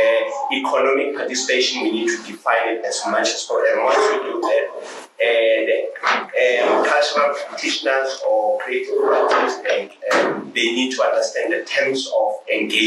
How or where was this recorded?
busy venue